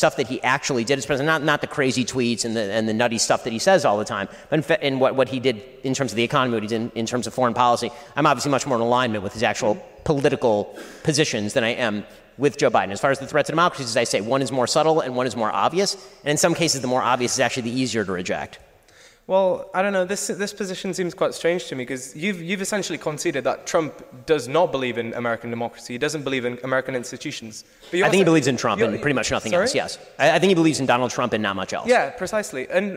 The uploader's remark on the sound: Answers questions from the audience at the Oxford Union. This is an edited version of the Debate.